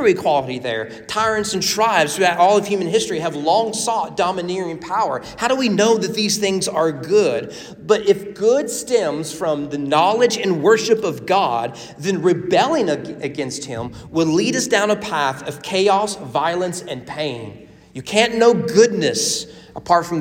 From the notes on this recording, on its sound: Sermon preached at The Frankfort Christian Academy on February 21, 2024 during chapel worship.